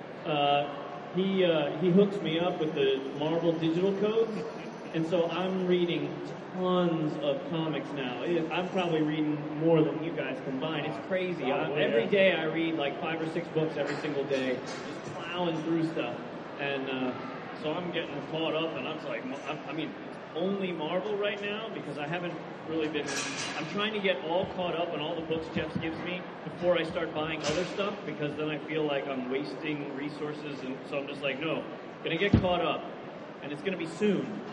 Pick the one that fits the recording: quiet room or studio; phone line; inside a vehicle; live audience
live audience